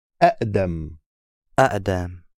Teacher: Because you said a h sound. We don't need the h, we just need a kind of short pause.